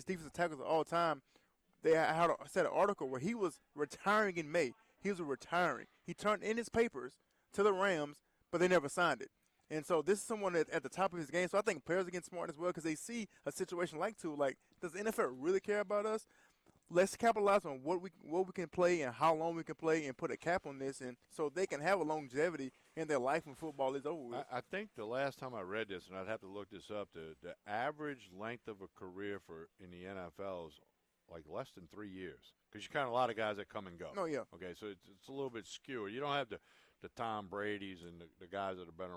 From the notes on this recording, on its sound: Hour Two is live from Calandro's!